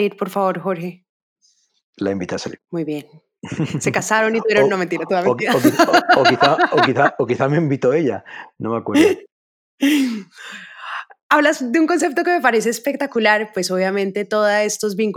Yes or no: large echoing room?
no